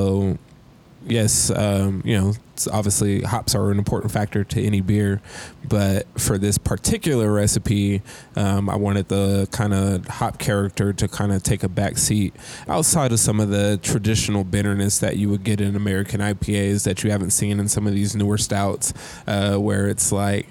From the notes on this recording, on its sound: We're here LIVE at the 18th Annual Hop & Brew School , hosted by Yakima Chief Hops (YCH)! We're here LIVE at the 18th Annual Hop & Brew School , hosted by Yakima Chief Hops (YCH)!